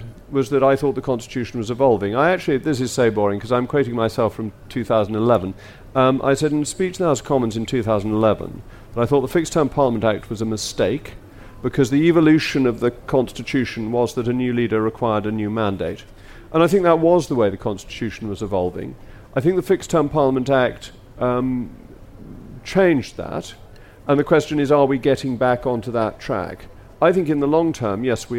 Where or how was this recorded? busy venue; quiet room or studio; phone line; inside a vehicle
busy venue